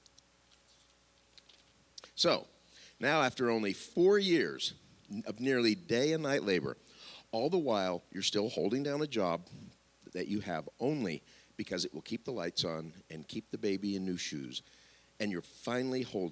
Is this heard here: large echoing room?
yes